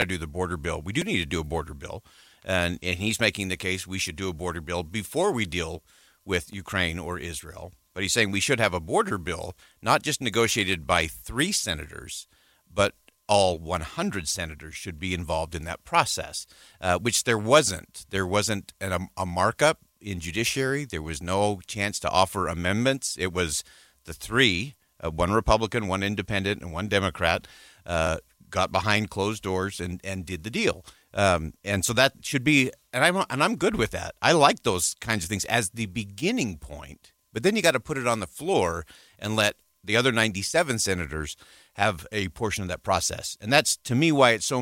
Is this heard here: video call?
no